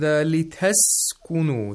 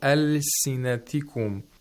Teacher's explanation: Scene has the highest timing, the longest timing actually. Because it is a weak fricative.